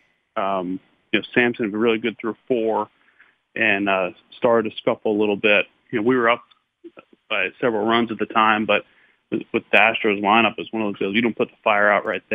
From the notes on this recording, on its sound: called in to the Ben and Skin show